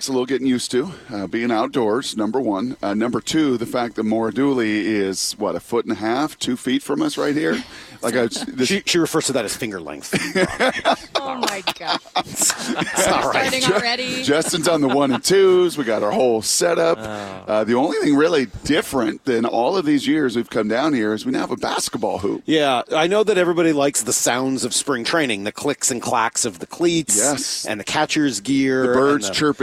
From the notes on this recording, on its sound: We're live from spring training!